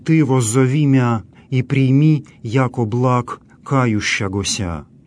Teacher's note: Наличие местоимения «ты» в этой фразе говорит о том, что на нем, на этом слове, лежит особое логическое ударение. Вообще в церковнославянской фразе не требуется употребление личного местоимения, то есть оно не обязательно.